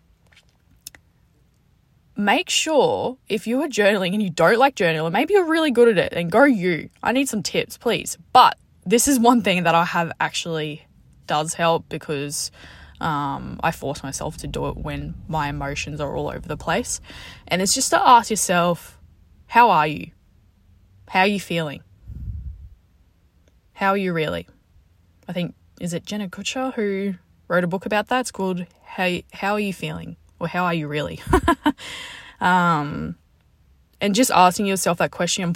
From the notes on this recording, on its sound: Just got out the gym and recorded this in my car.